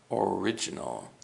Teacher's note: The emphasis for the word original is on the R-I, ri, original.